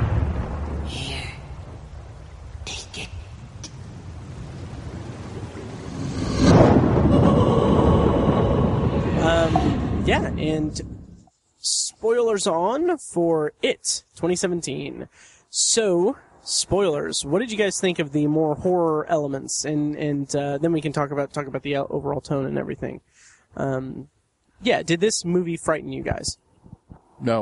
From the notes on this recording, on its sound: Recorded live outside a bookstore.